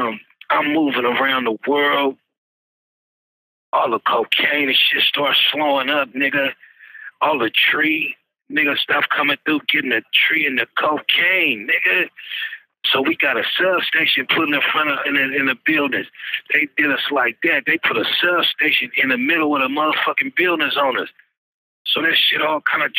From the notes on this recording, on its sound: Exclusive interview via phone from jail.